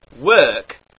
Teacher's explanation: The R sound is dropped unless it is followed by a vowel.